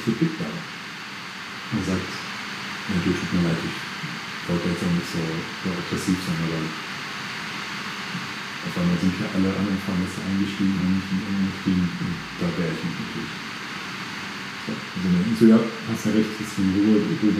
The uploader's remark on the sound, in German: Nochmals sorry für die Tonqualität heute.